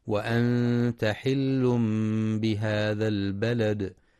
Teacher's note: وفي قوله جل وعلا وأنت حل بهذا البلد، ينتبه القارئ للإخفاء الحقيقي في وأنت ولإقلاب التنوين ميما لوقوع الباء بعده في حل بهذا، مع مراعاة إتمام كسر الباء وقلقلة الدال في البلد عند الوقف.